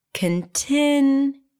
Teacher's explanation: The primary stress here is on the second syllable.